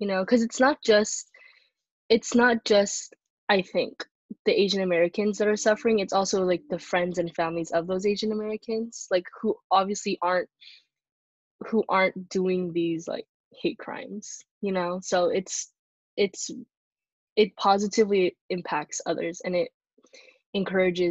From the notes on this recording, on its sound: In this most recent episode we recorded via Zoom call.